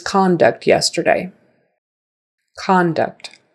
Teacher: with the stress on the con, now that's pronounced ah, conduct